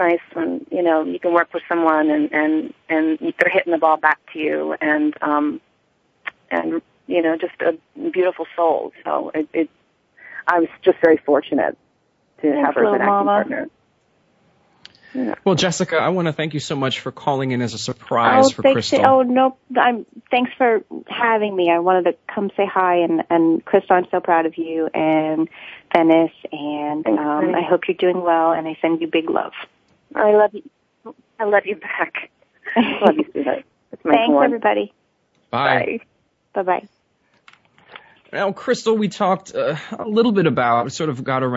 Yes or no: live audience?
no